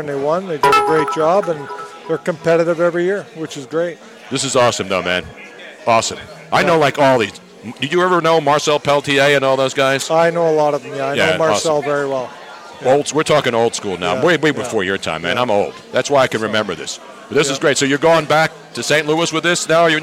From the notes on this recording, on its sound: Live from the Triumph Brewery. We were LIVE in New Hope PA at the Triumph Brewery for the Chiefs #StanleyCup celebration!